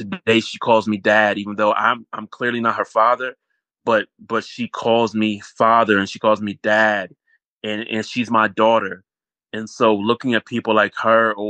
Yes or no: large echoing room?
no